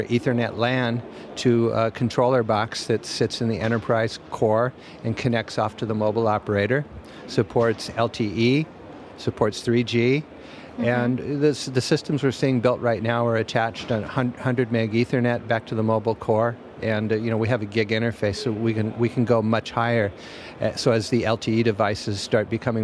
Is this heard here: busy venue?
yes